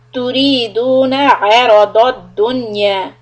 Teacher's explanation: So عين soft, make it clear, را and ضاد heavy.